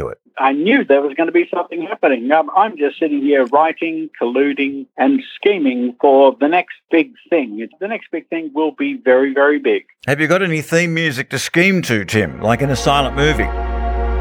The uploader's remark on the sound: on the Bungaphone